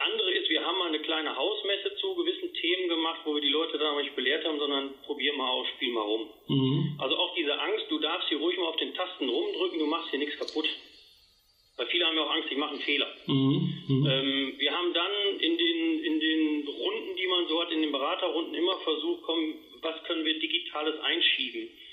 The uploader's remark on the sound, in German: im Telefoninterview